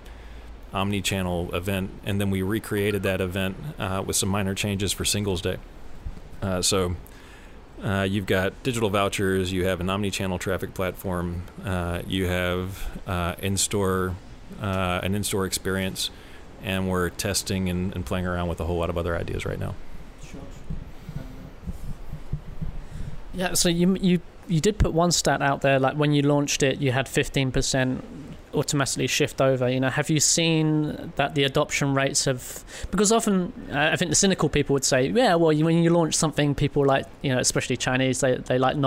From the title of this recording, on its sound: live from TechCrunch Shenzhen